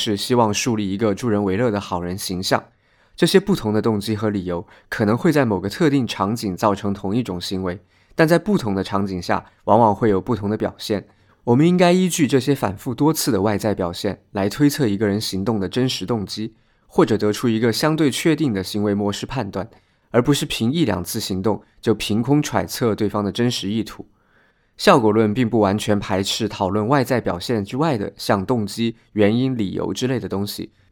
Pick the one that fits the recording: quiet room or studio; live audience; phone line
quiet room or studio